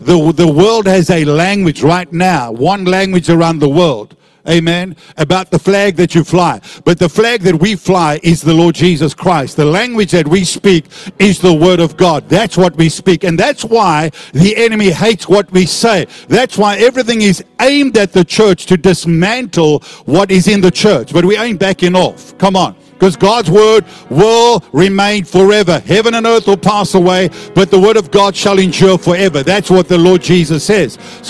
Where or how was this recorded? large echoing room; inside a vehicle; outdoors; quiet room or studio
large echoing room